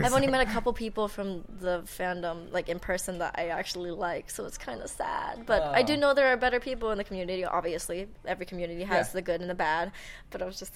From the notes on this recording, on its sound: It was recorded during UCR Geekon in Riverside last weekend.